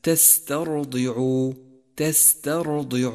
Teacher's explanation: تاسعاً، لاحظ إتمام الحركات عند تلاوة كلمة تسترضع تسترضع، وراقب حركة فمك عند نطقها، إذ يجب فتح الشفتين عند حرف التاء لأنه مفتوح في الموضعين، ثم ينخفض الفم عند حرف الضاد لأنه مكسور، ثم تضم الشفاه عند حرف العين لأنه مضموم، وهكذا يجب أن تتناسب حركة الفم مع حركات الإعراب.